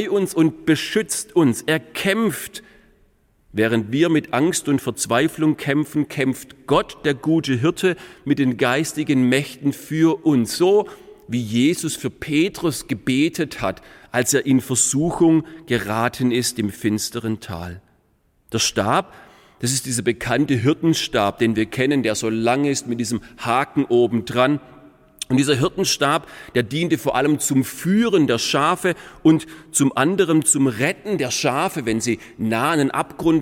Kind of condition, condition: setting, large echoing room